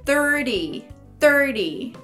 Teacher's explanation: Aqui, como a gente tem o R e o T, Aí eu, ao invés de fazer o som do T, eu vou fazer só o som do R. Vai ficar 30, 30.